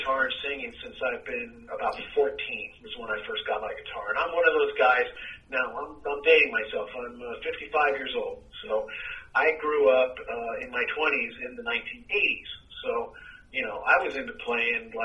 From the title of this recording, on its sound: Phone Interview